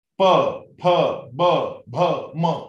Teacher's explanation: दो ओठ एक दूसरे के ऊपर आहत होते हैं